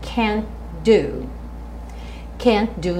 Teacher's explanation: Eu tenho uma palavra que termina com T, t e outra que começa, que começa com D, do. Eu não quico a língua no céu da boca. Então eu não faço can't do, mas sim can't do.